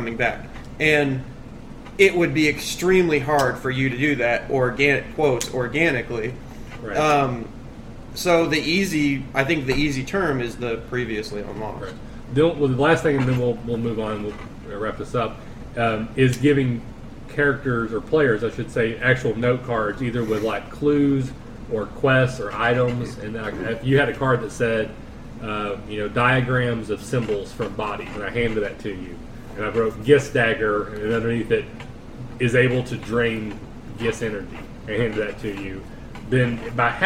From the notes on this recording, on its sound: We have moved back to recording my house again and there’s a little background noise to deal with. We’ve actually invested in some higher-end recording equipment.